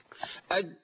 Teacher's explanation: خلصت القلقله، الحرف المقلقل خلصته من مخرجه. الجيم اج منتصف اللسان مع ما يوليه بسفل الحنك